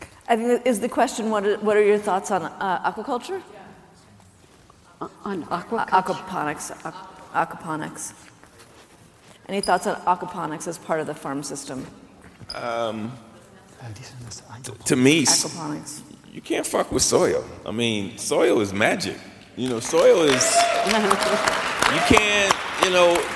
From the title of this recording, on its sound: Keynote Conversation at Slow Food Nations 2019